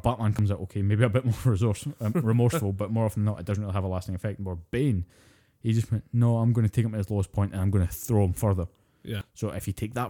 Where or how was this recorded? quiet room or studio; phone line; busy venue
quiet room or studio